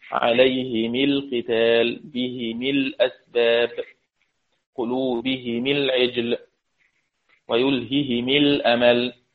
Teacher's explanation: فإن أبي عمرو بيكسر الميم والهاء